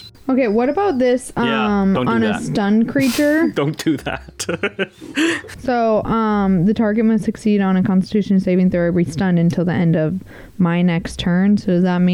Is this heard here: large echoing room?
no